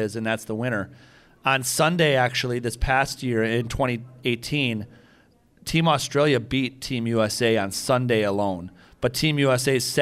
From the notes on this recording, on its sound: Recorded live from Wisconsin Dells at the Wisconsin Think Tank and Water Ski Convention.